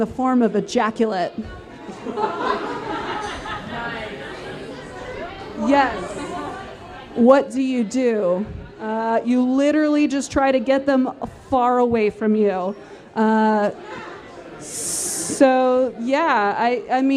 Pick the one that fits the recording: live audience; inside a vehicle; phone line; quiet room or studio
live audience